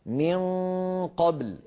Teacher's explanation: المخرج الفموي مغلق وكامل الصوت عن طريق الأنف